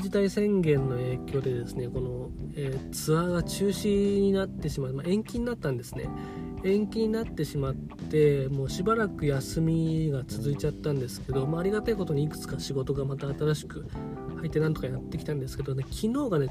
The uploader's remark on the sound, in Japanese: 車の中から配信中。スマホのマイクが逆になってて撮り直した回。